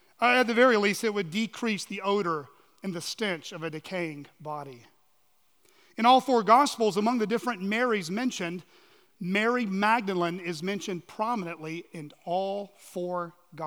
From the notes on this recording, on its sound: at Chaffee Crossing Baptist Church in Barling, AR.